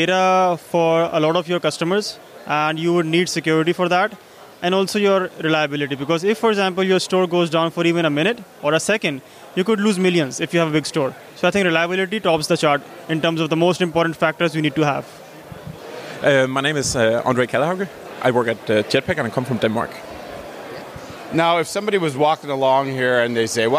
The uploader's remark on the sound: Random Q&A with Attendees at WordCamp Europe 2023